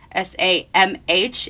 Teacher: The MH is a W sound, so Samhain.